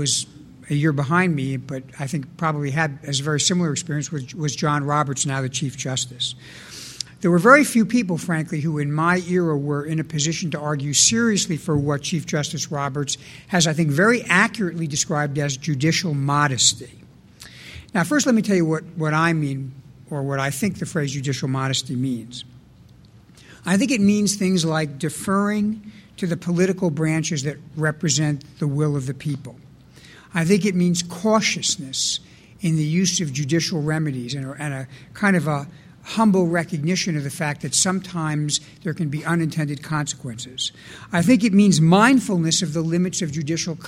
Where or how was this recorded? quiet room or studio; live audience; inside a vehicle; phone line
live audience